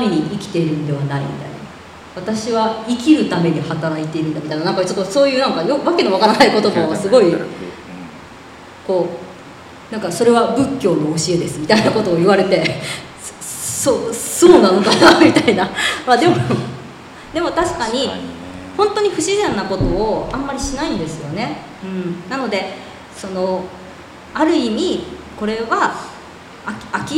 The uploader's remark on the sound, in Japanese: トークイベントの模様をお送りします